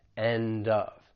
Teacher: We can also link the final consonant sound in end with the beginning vowel sound in of.